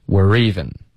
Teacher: 这个 e, re 的音节可以稍微高一点，它可以加一点重音